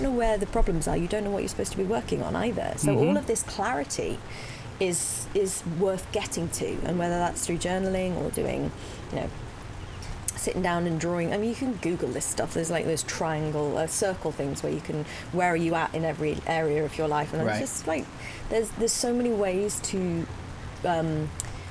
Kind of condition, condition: setting, outdoors